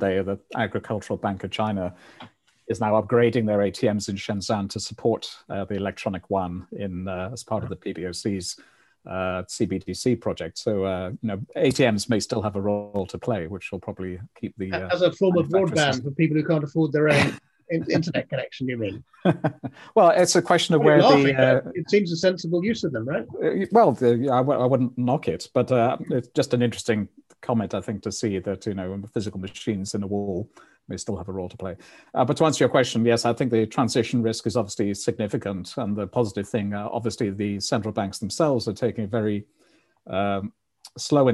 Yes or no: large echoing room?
no